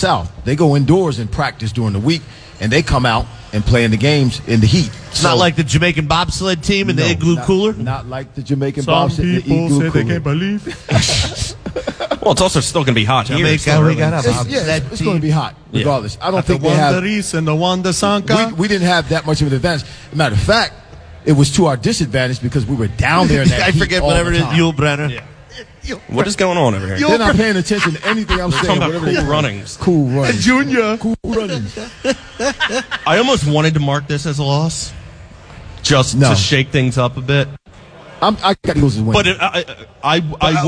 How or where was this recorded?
busy venue